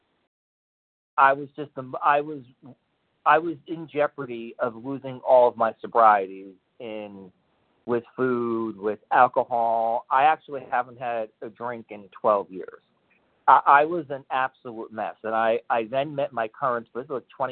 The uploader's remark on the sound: 100 Pounders Phone Meeting